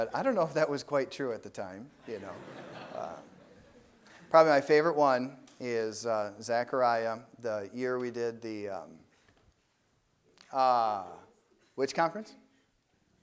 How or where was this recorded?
large echoing room